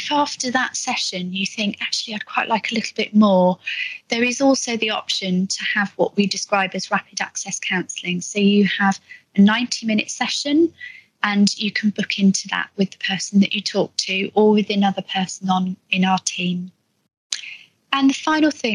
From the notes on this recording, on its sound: Live discussion at the Somerset Virtual Wellbeing Conference 2021. Supporting the Supporters LIVE. In a live discussion at the Somerset Virtual Wellbeing Conference 2021 on the SEW Colleague Support Line.